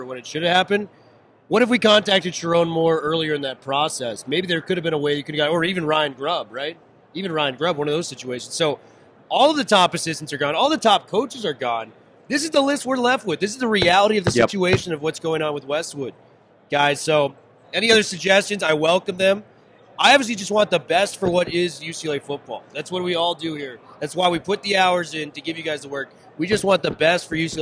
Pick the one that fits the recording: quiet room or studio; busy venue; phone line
busy venue